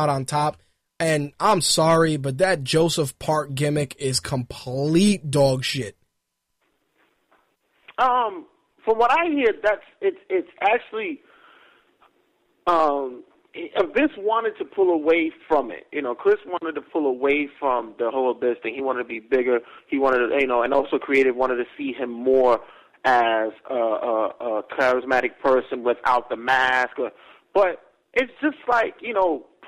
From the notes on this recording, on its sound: Called in to give his thoughts.